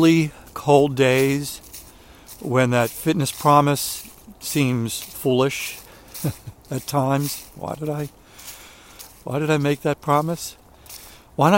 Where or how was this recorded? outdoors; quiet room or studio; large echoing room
outdoors